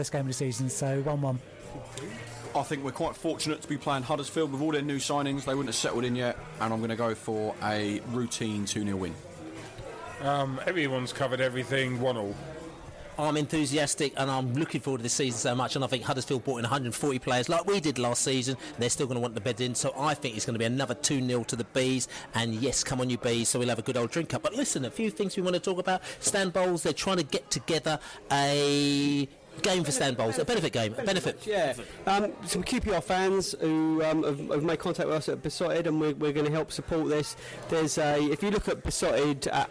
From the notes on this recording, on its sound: Huddersfield pre-match podcast from the pub. It was time to gather once again in a pub in West London - this time The Plough in Northfields with a backdrop of live jazz - to shoot the breeze.